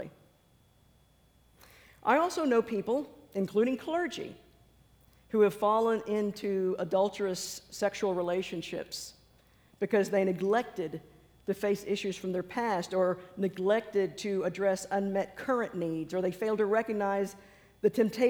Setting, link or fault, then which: setting, large echoing room